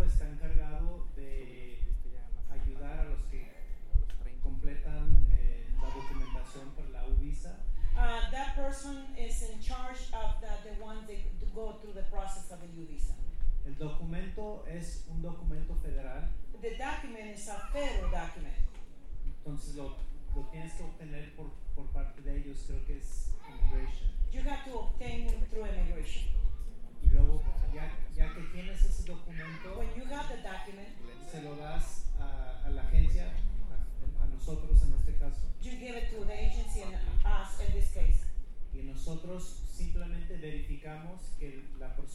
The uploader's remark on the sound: A recording of a community event where local police officers and police departments speak about their roles in policing immigrant communities.